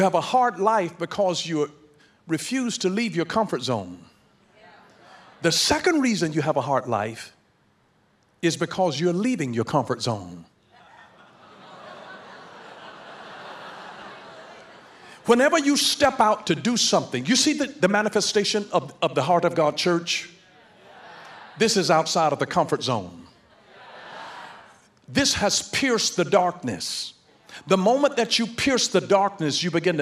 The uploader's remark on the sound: In Heart of God Church's youth service.